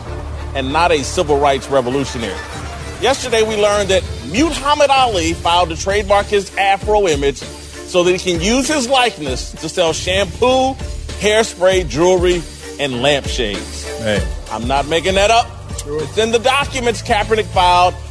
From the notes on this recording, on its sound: Tonight's show is coming to you live from the Montour Heights Country Club for 'The Battleground Talkers Tour'. To talk about the tour stop here in PIttsburgh.